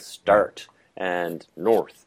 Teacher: the rhoticity doesn't gradually come on; it's there from the beginning. Yeah, and that's really about the uh, physiology or the the articulatory gesture.